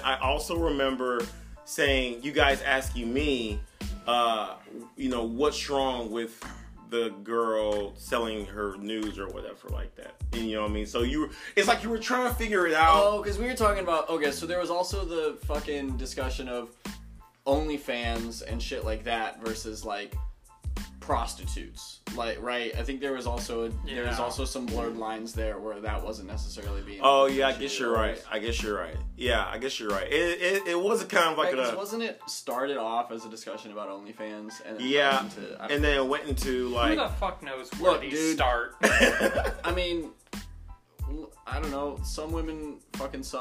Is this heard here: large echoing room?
no